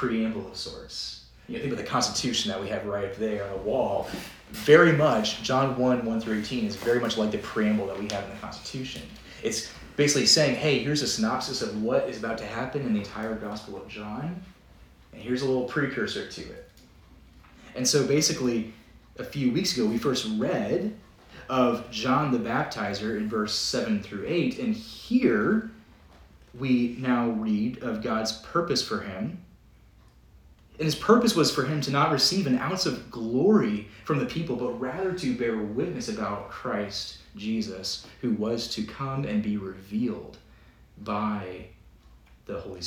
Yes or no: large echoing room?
yes